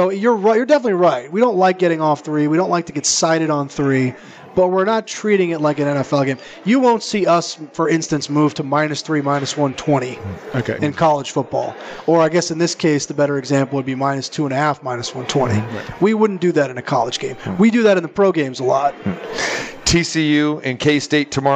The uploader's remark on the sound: live from the Superbook at the Westgate